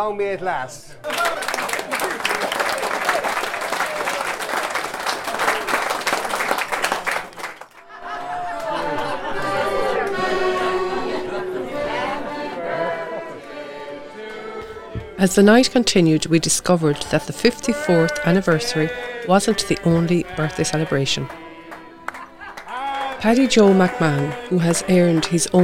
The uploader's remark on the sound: Celebrates one of the longest running Thursday night sessions in Ireland that takes place at Shortt’s Bar, Feakle, Co. Content recorded at Shortt’s Pub between September and December 2023.